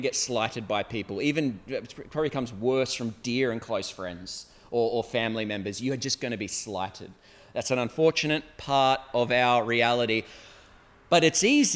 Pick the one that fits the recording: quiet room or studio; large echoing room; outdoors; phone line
large echoing room